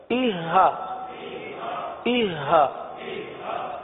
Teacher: اب دیکھیے اہ کی آواز نہ ہے نا، سینہ جس میں انوالوڈ ہو جائے، سینے سے آواز آئے، سینہ نہیں بلکہ گلے کے انتہائی حصہ جو ہے، آخری حصہ، یہاں سے یہ حرف ادا ہوتا ہے